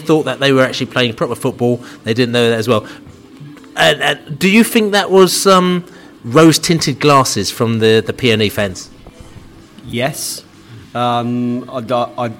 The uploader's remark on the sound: Sunderland pre-match podcast from the pub. In the studio (er pub).